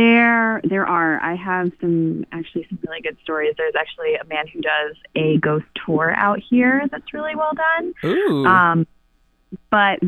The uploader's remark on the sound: Listener Phone Call Extravaganza